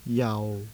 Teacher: Next, the low falling tone.